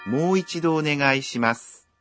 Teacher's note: В первом слоге в слове «мо» гласное «о» долгое.